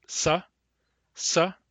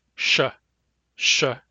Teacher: Sa, sa is more front. Sh, sh is a little bit further back. So the meaning of the wedge is slightly further back.